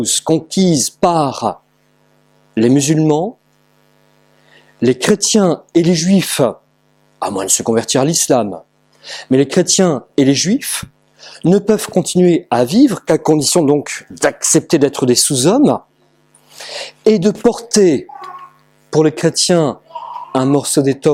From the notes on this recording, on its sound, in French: Conférence réalisée par Academia Christiana lors du colloque «Reconquérir les esprits et les coeurs» en aout 2017 à Sées - Normandie